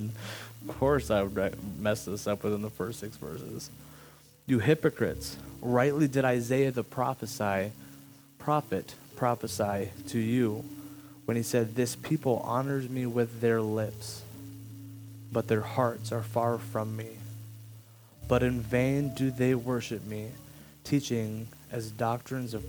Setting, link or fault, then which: fault, background noise